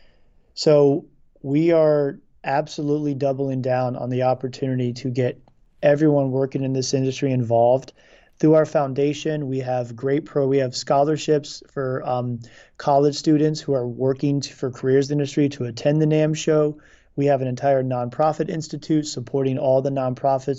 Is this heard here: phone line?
no